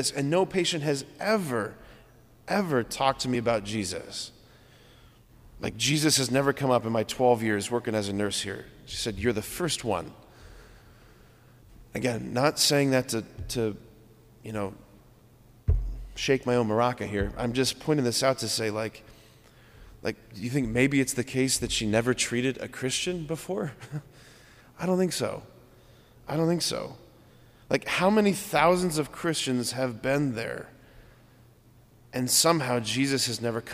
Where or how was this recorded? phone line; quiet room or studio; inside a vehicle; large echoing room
large echoing room